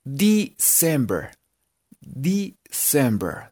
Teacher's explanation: Aunque esta palabra tiene puras letras E, la primera E se pronuncia como si fuera una I.